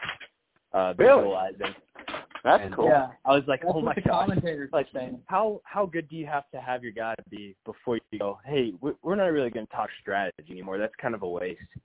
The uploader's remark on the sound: Phone Chats